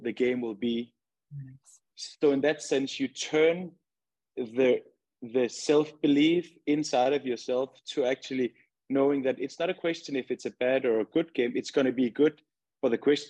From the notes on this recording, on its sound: MindReady hosted a webinar in partnership with the Houston Dynamo.